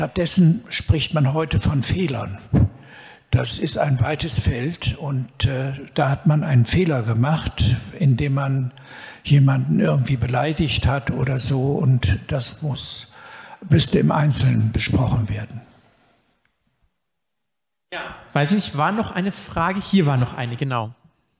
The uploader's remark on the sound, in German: In diesem zweiten Teil der Podiumsdiskussion kommen unter anderem die folgenden Fragestellungen aus dem Publikum.